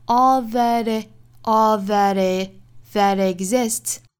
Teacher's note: 美音的话会有一个 flap t 带出来。 all that exists 我们可以停顿一下， iswhat's ahead，注意节奏。All that exists is what's ahead.